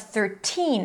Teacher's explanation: It's a strong aspirated T because it's at the beginning of a stressed syllable.